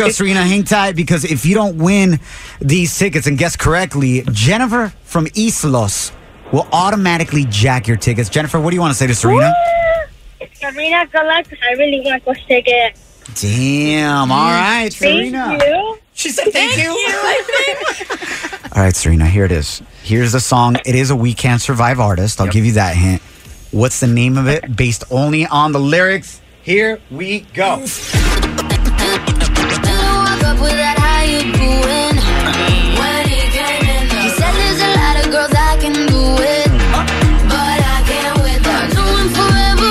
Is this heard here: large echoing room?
no